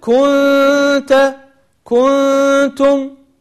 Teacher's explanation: يمط ويمد الضمة في الكاف